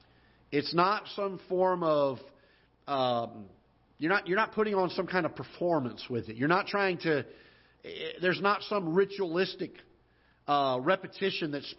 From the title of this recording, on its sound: Ketha Heights Baptist Church ~ Live Broadcast